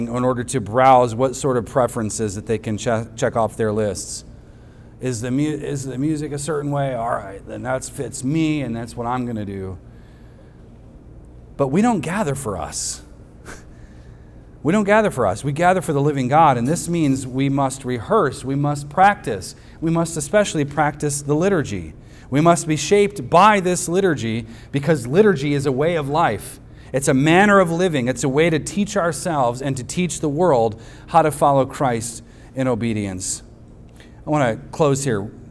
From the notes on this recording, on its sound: At the weekly worship gathering of Cross & Crown Church.